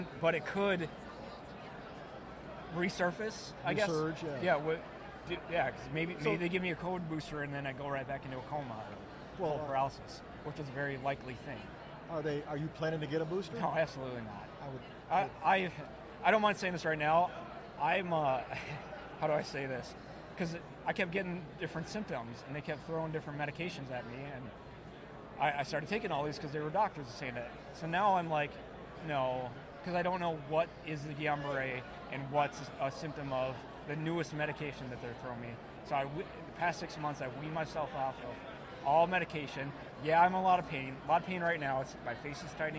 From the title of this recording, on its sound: Podcast at AmFest